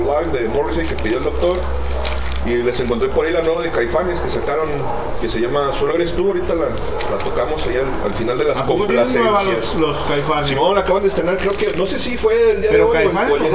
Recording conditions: busy venue